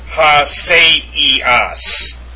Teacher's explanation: Okay, going on, the diuresis, two dots over a letter, occurs where two vowels that normally combine to form a diphthong are to be pronounced separately